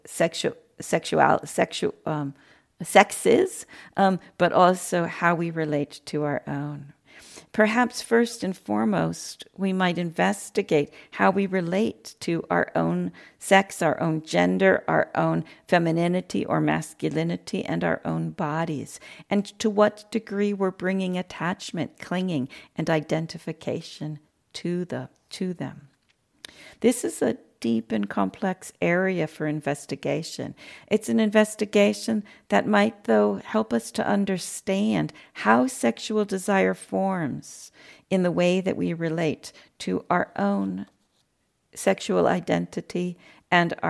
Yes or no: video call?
no